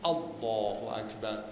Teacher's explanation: هم همزه از ناحیه حلق هست، اما از ابتدای حلق با یه تیزی خاص خودش